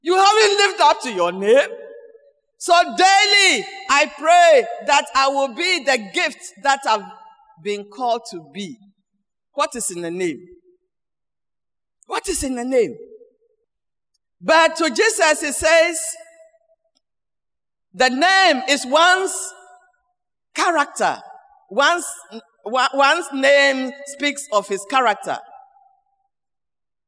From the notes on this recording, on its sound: Sermon preached at CBC Shiashie Campus